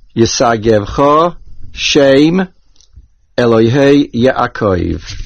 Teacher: After the word shame, there is a pasik, there is a slight pause.